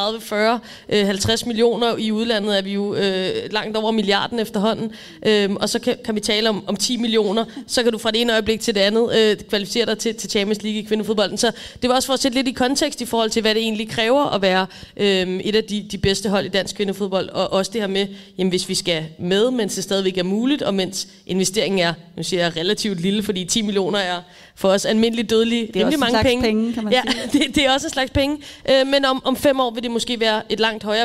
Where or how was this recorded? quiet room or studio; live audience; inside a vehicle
live audience